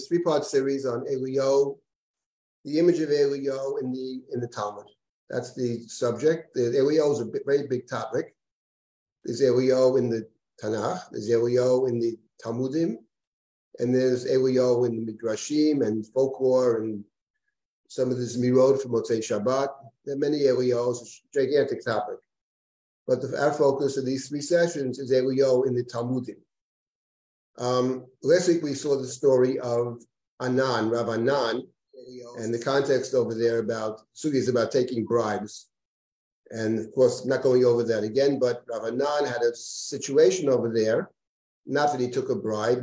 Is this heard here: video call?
yes